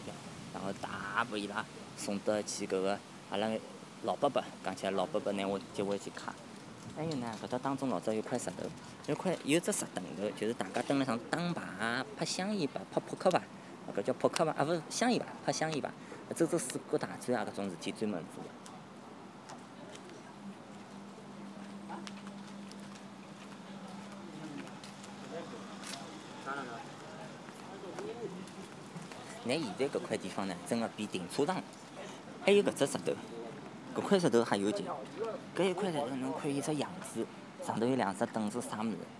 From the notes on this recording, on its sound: Soundwalk takes place at night. The dynamic of loud and quiet was amazing, some parts were spoken almost as a whisper to match the general ambience.